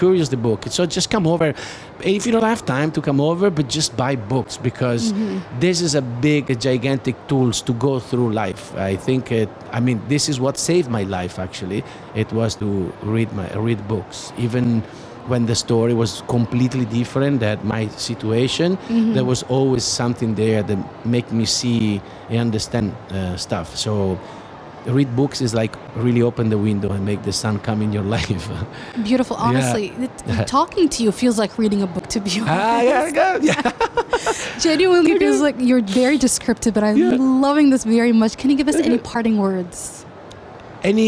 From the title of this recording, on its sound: Live from SIBF 2022